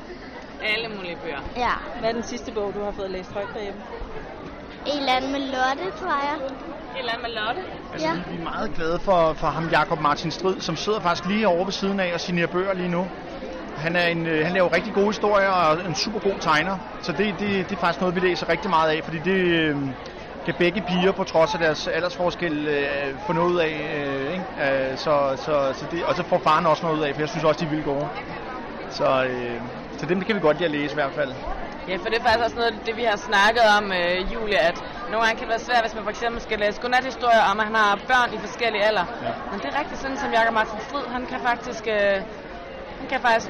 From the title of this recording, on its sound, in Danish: Live fra Bogforum